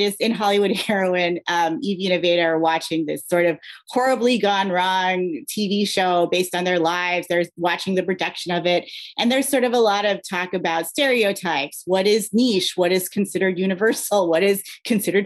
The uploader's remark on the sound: Live from the virtual Ripped Bodice bookstore